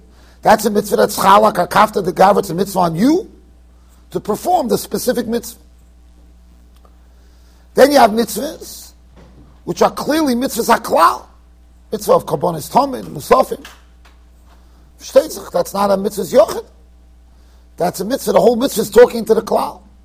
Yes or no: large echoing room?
yes